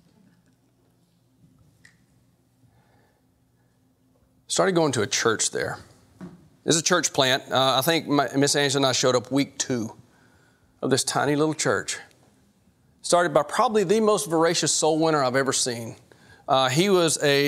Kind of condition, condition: setting, large echoing room